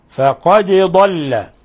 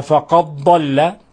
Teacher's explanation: من الخطأ أن ندغم الدال في الضاد، فهذه ليست قراءة حفص أبدا، قراءة حفص إظهار الدال · Shown in: first take · فقد وإظهارها يتم بقلقلتها، فقد ضل.